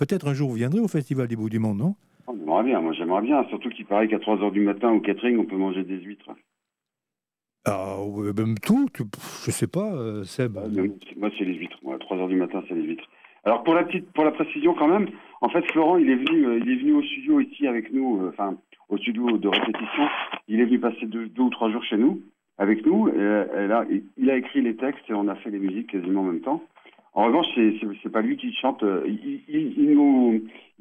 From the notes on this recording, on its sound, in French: En direct et sans filet ! Au Bistrot des copains. Avec une interview par téléphone.